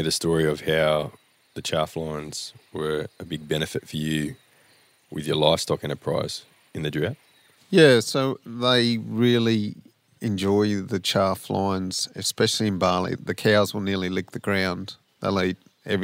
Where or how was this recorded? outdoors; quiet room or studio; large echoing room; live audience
outdoors